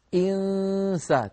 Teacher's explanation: أغلب الصوت من الأنف لكن معه صوت فموي، نحن نقول صويت حتى نبين بأنه قليل للتصغير، ولكن الفم مهيئ على مخرج السين. · Term: تخفي النون